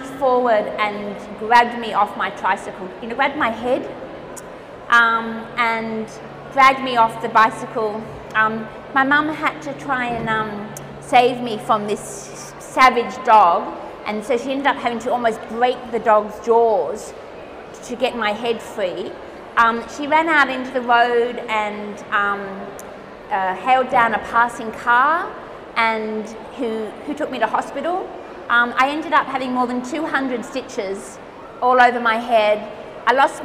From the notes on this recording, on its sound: It's our first LIVE episode! CapriCon Rockhampton 2019.